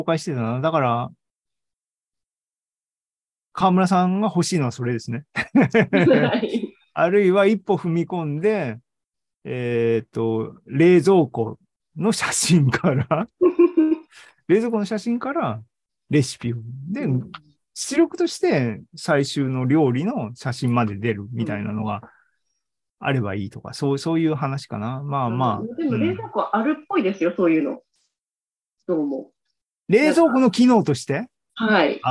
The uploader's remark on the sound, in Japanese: ZOOMライブの模様です